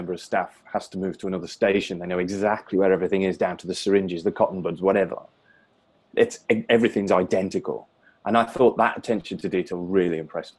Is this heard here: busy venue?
no